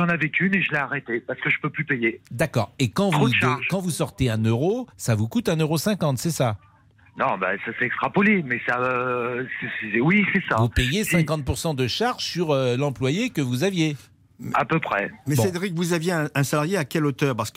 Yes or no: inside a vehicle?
no